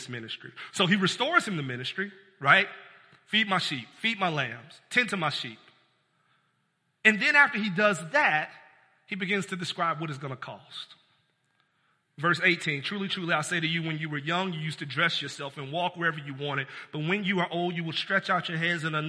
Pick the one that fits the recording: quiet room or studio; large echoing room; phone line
large echoing room